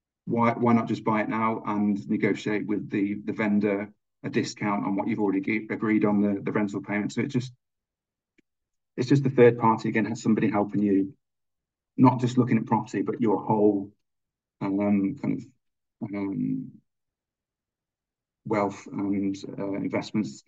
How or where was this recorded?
video call